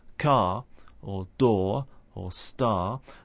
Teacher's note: In particular, if it comes at the end of a word, for example, if we take a word such as car or door or star, these all end with the letter R, but we don't pronounce that letter. We don't sound the R sound when we say the word in isolation. But if it's followed by a vowel sound, we do reintroduce that the sound of the letter R.